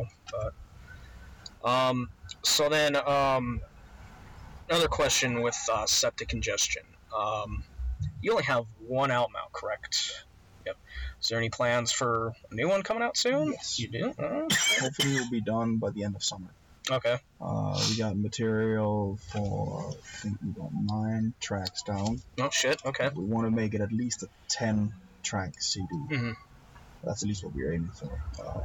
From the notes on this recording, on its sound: for some reason the audio came out really fucked up in this one, despite everything we tried the audio is still fucked, apologies!